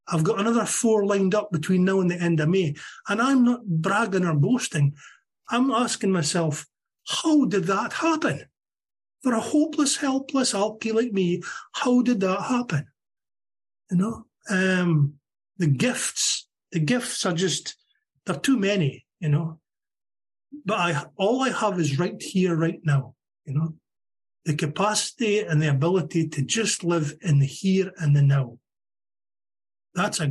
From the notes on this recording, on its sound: Meeting held on zoom. From Aberdeen Scotland.